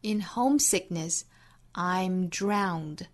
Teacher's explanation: Sickness 里面的 k 的音也是做憋掉处理啊，不完全爆破